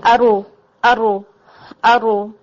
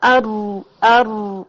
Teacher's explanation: आपकी टंग हिट करती है और फौरन मखरज छोड़ देती है, it's a kind of a कलकला sound · Shown in: first take